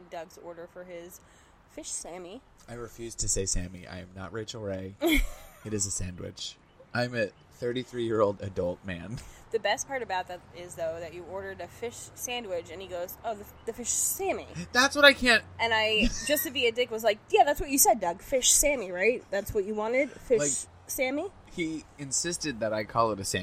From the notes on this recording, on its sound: We experiment with a bad idea and record an episode in person outside.